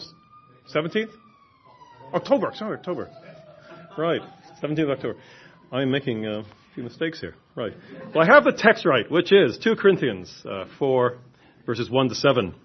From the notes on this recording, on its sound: give a lecture at our 2011 conference